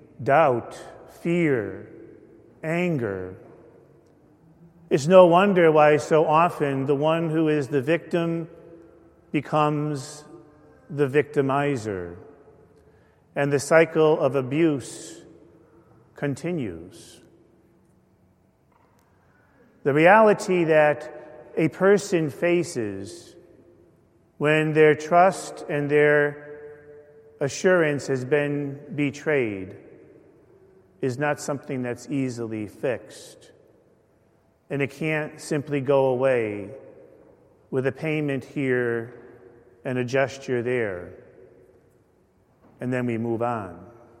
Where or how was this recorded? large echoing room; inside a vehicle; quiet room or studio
large echoing room